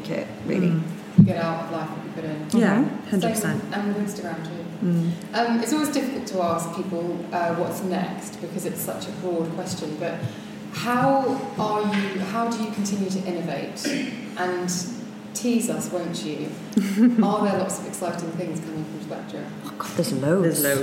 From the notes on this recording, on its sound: This episode of the show was recorded live at the Birchbox x Oliver Bonas Co-Working space in London.